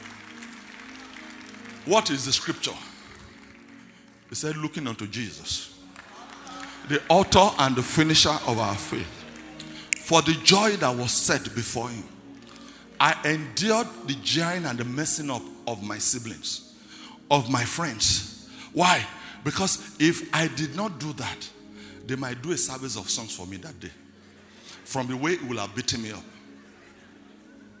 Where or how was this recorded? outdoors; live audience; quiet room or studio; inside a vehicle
live audience